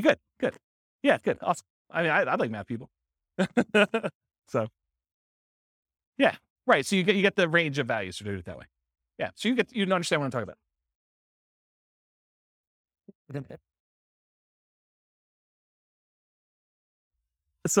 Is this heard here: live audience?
yes